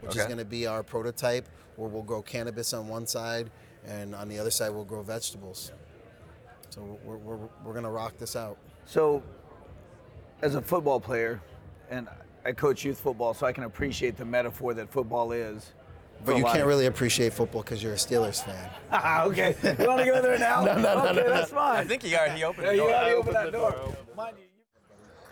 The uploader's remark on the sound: Live from New West Summit